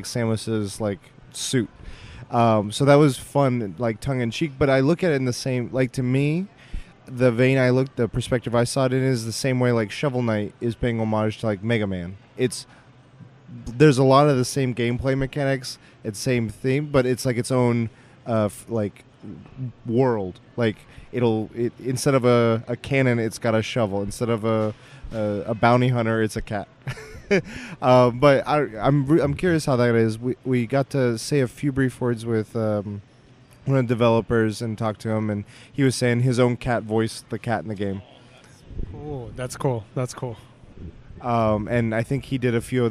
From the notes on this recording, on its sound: We talk about our day at the convention Sunday before we go to head back to SoCal! We convened at the airport to record this last bit of PAX podcasting!